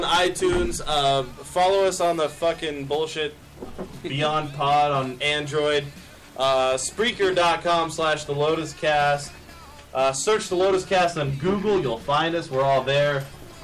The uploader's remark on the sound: We are live from The Medway Lotus! We apologize for the lack of quality.